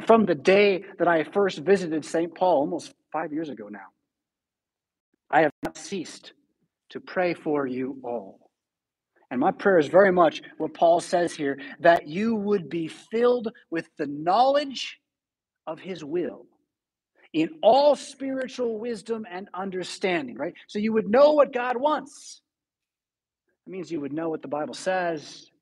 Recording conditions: large echoing room